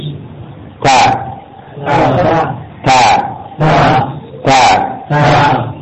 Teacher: Ta ini disebutkan makhraj di sini adalah ujung lidah dengan pangkal dua gigi seri atas · Term: huruf ta